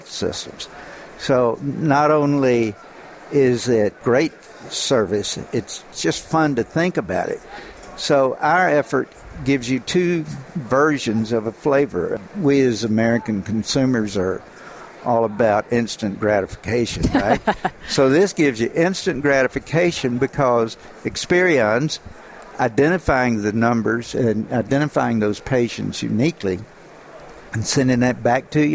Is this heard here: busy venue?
yes